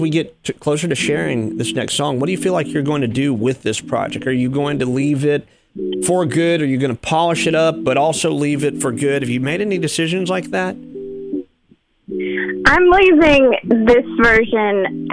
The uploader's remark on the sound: Joins the MY-101.5 morning show by phone.